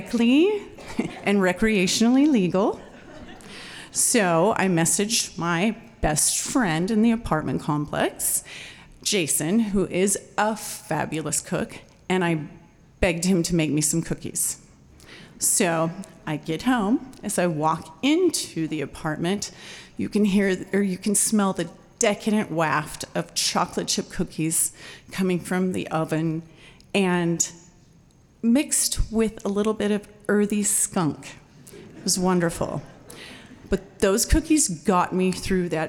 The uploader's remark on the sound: told live on stage and without notes